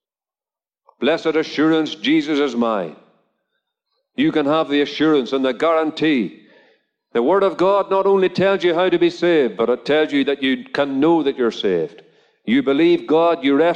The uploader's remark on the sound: Gospel Audio Recording from a Drive-in Gospel Meeting at Ballyclare Gospel Hall.